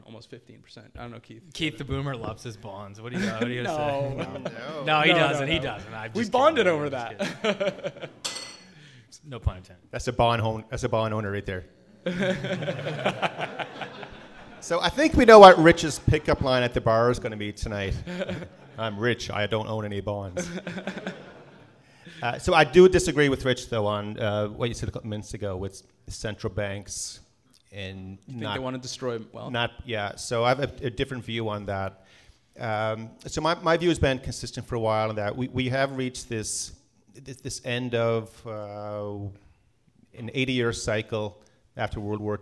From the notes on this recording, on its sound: This episode was recorded live in Vancouver!